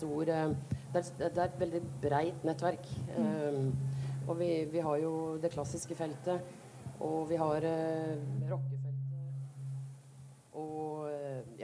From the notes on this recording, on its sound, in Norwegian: Utesending fra Novafest. Vi er live fra Chateau Neuf i anledning Radio Novas helt egne festival: Novafest! Som seg hør og bør tar vi derfor med oss litt ekstra skurr og sus i denne podcasten.